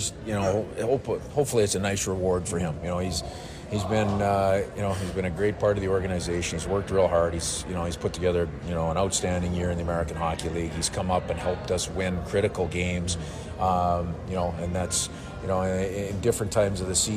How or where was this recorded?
busy venue